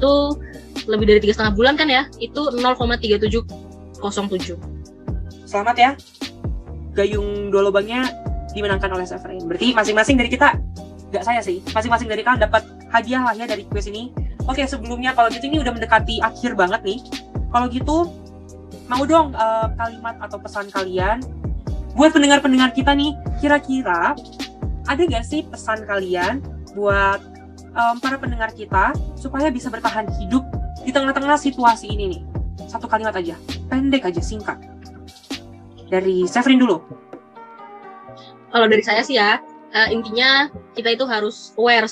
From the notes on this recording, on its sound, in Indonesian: Podcast dibuat dengan menggunakan aplikasi video meet ZOOM dan di edit dengan menggunakan aplikasi InShot.